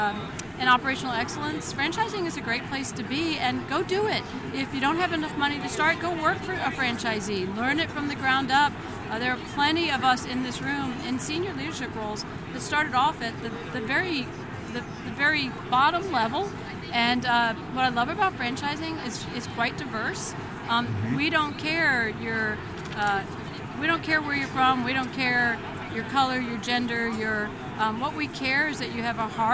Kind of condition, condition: setting, busy venue